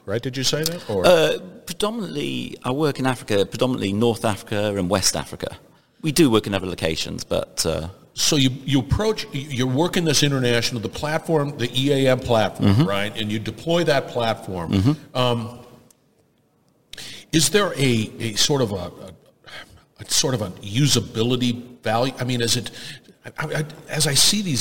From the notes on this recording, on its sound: Industrial Talk is onsite at Hexagon LIVE. Hexagon Live conference in Las Vegas.